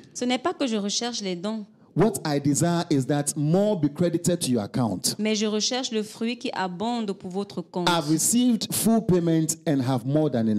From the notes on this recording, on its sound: Preached during Joyful Hour Sunday Service.